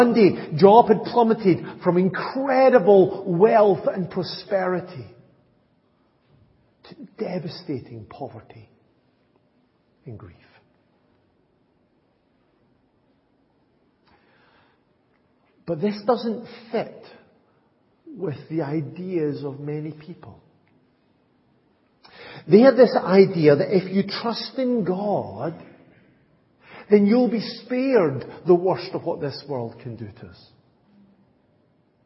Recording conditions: large echoing room